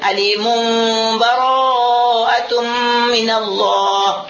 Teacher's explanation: Karena dia tanwin berarti nun sakinah, sesudahnya ba hukumnya adalah iqlab, dan dengan menggunnah digunakan dua harakat itu.